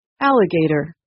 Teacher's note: It has four syllables. The primary stress is on the first syllable, but the third syllable does have a softer secondary stress.